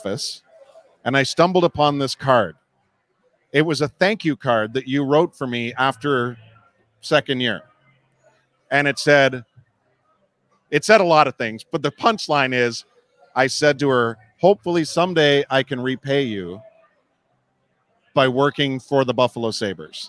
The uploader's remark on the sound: LIVE From Imperial Series. For a sit-down conversation taped live from Imperial Pizza in South Buffalo. Thank you again to Imperial Pizza (1035 Abbott) for hosting this live series.